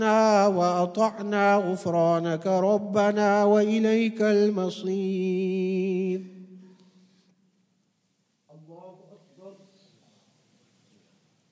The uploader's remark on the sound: at the Houghton Masjid (West Street)